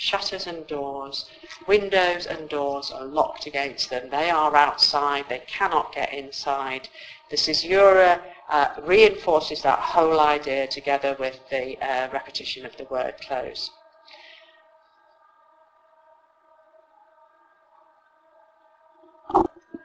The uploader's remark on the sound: Apologies for the sound quality - this episode was obviously recorded in lockdown.